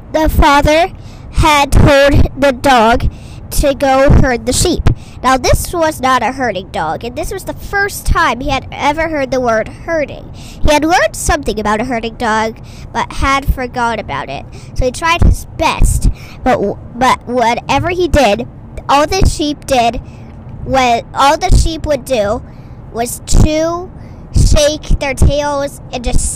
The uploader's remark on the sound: Straight from recording from the car to your ear, this tinny tribute to compassion.